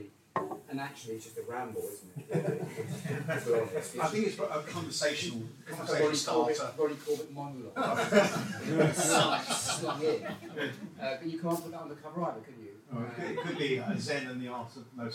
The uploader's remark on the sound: Recorded live at an event in our Sheen store in London.